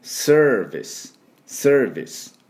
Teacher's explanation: すで終わってくださいね。これもサービスと U をつけないように